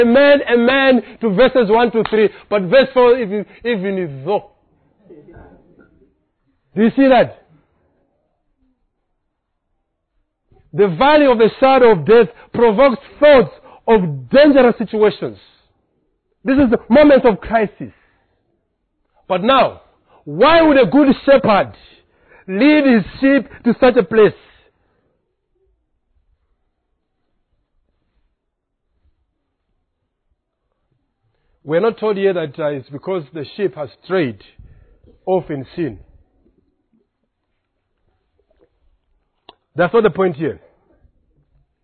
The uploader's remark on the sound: Preached on 3rd October at Reformation Bible Church , Lilongwe